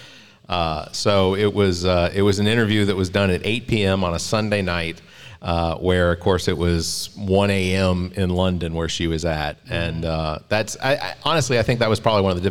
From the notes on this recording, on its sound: Recorded LIVE from the Greenwood County Democratic Party August '23 Breakfast. Recorded Live from the Morris Chapel Baptist Church Family Life Center in Greenwood, South Carolina!